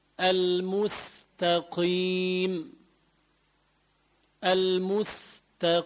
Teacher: بالنسبة للقاف بخف من تفخيمها لما تكسر، بس مش ترقيق كامل، تترقق شوية يعني، يخف من تفخيمها، منقول مثل المستقيم، المستقيم.